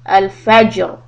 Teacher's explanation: When you stop on the raw, make it heavy